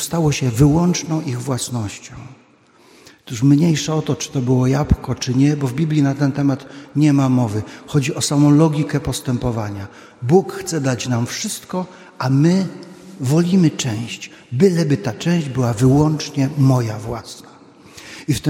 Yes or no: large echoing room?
yes